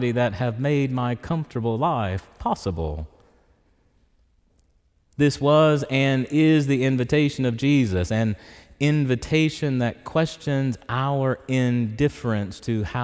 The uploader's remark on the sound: preached in Church of the Ascension on Sunday, October 15, 2023